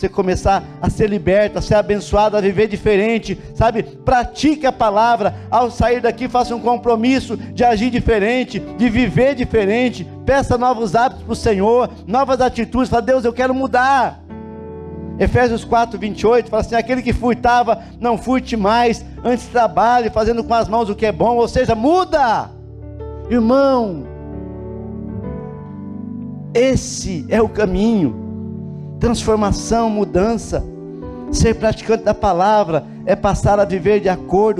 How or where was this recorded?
large echoing room